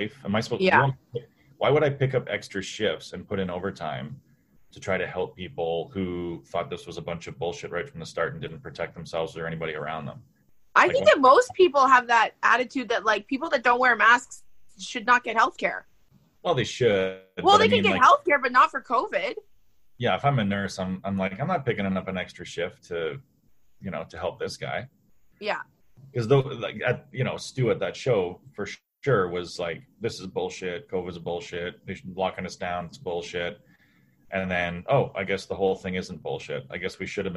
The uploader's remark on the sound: Thing have been a little bumpy over here in Alberta but we are BACK thanks to Zoom!